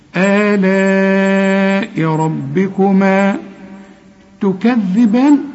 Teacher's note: لكن المد الثاني مد أربع حركات لأن ده مد متصل، آلاء ربكما تكذبان، طلع لسانك في الذال.